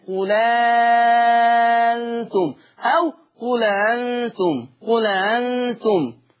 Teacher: نعرف أن احنا بننقل حركة الهمزة الأولى إلى اللام · Term: النقل